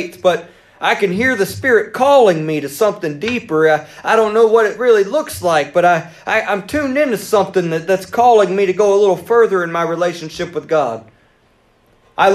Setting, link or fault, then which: setting, large echoing room